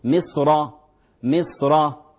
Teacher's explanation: مصر تفخم الراء ساكنة وقفا، لأنها ساكنة وقفا، ما قبلها ساكن وقبلها هذا الساكن هو حرف استعلاء يعني حرف تفخيم، وهي مفخمة وصلا، مصر مصر.